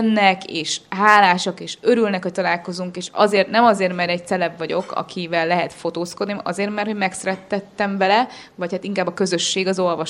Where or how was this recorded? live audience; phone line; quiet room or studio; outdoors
live audience